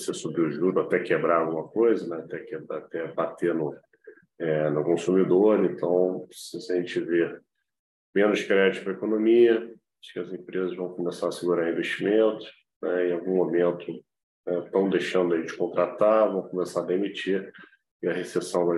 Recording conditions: video call